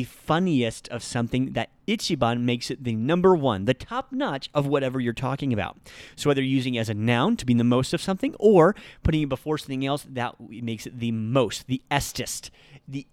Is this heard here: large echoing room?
no